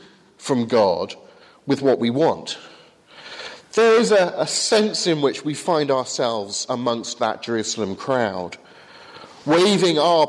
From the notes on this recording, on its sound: from the 8 am service at Highfield Church, Southampton.